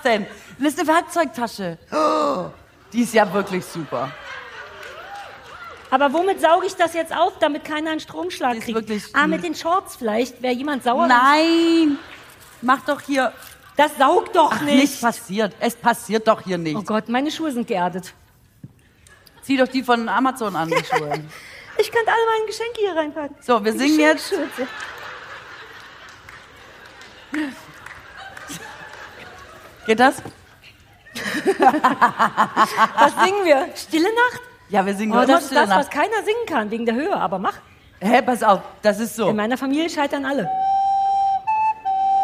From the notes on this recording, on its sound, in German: Live und nachträglich live für die Ohren. Unser sensationelles Vorort-Publikum hatte schon Unnützes gestapelt, soweit die Bühne reichte. Blockflötensolo Weihnachtsedition mit Publikumschor war auch sehr groß!